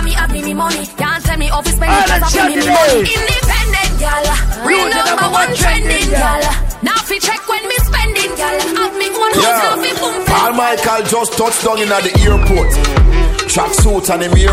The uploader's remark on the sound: LIVE AT ISLAND SATURDAYS ON MAY 4TH. Live Audio.